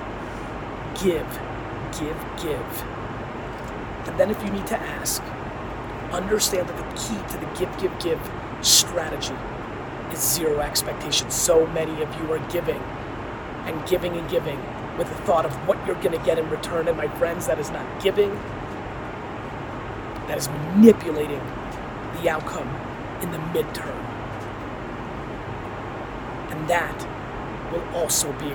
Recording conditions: phone or laptop microphone